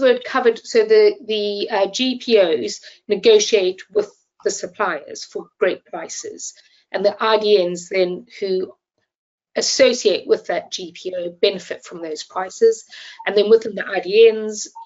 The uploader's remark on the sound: This episode was first broadcast as a live webinar in January 2024.